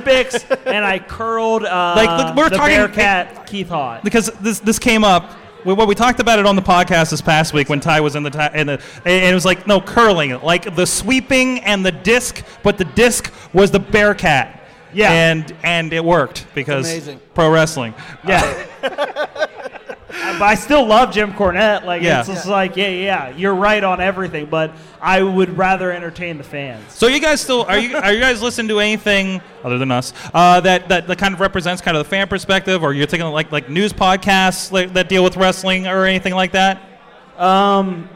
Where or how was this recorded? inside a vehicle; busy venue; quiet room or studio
busy venue